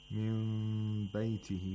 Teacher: مَنْ يَخْرُجْ مِنْ بَيْتِهِ، we have Iqlab of Nun Sakina, which means Nun is transformed into Mim Sakina, and that is because there's a Ba after the Nun Sakina, and the Mim Sakina is pronounced with Ikhfa. Mim Bayti, the mouth is slightly open and slightly closed, and at the same time a nasal sound is made for two vowel counts